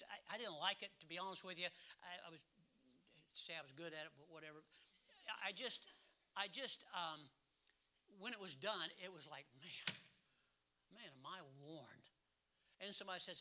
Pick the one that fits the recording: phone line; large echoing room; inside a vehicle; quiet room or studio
large echoing room